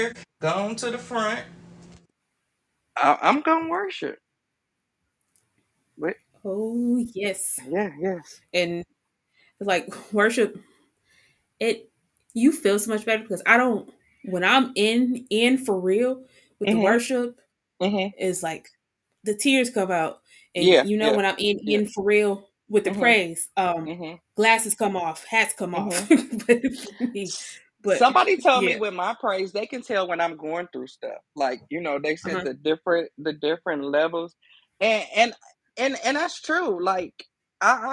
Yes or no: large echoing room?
no